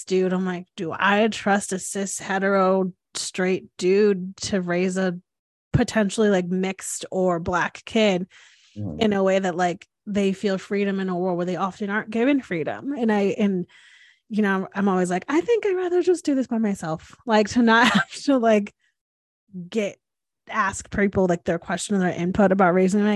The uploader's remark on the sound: This podcast was recorded via Zoom.